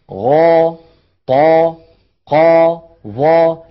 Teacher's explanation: لاحظوا بأنها كلها عند النطق بها هواؤها وضغطها يتجه إلى سقف الحلق، لا تقبل النزول. نعم، لا تقبل، مع أننا نستطيع أن نفعل ذلك، لكنه يكون نطقا مخالفا لكيفية لصوت الحرف، لصوت الحرف العربي الصحيح الفصيح. · Term: الحروف المستعلية